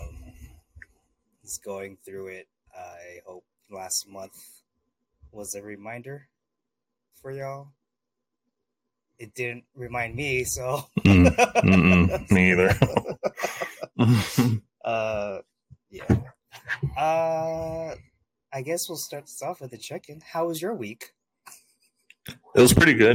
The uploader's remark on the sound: we apologize for the sound quality.